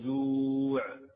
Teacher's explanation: هذا مد عارض للسكون، أنا وقفت عليه، فإنني أوسطه لأنني وسطت اللين، وأمده إذا مددت اللين، وأقصره إذا قصرت اللين.